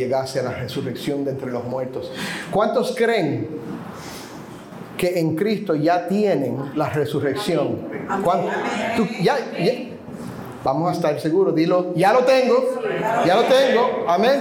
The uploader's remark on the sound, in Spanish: la segunda parte del audio de una reciente conferencia de pastores